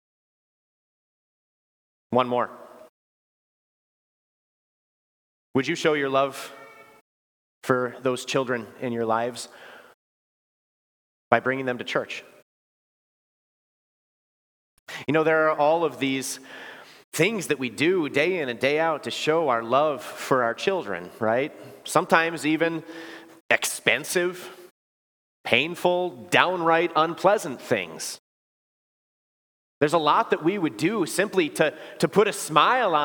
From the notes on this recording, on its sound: Preached this sermon at Bethany's Sunday worship on October 15, 2023. Bethany, Appleton, WI.